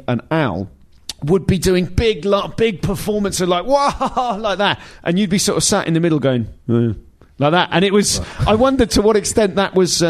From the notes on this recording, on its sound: Live at Soho.